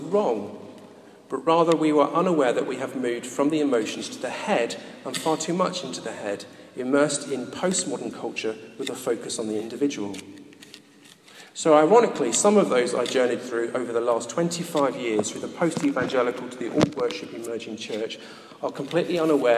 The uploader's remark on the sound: recorded at a Moot Community Eucharist at St Mary Aldermary Church in the City of London